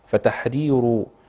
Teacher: الراء هنا مفخمة أخلي بالي ما أقولش فتحرير لأن كده دخلت في رواية ورش